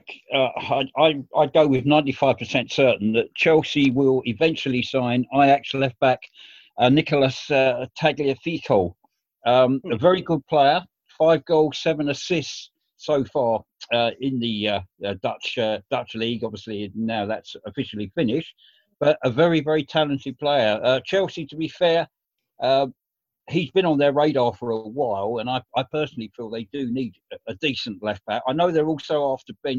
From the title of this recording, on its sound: Zoom Chat